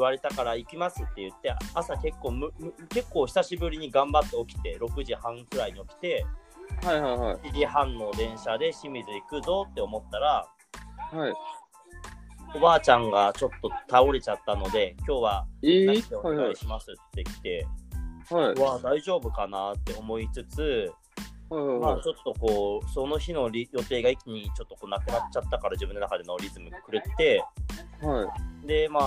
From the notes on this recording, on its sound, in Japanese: リモート収録